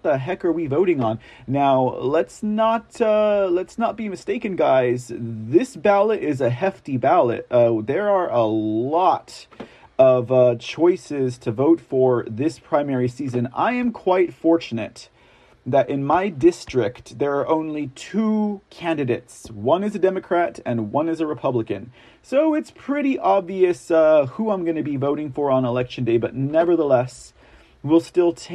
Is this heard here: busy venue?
no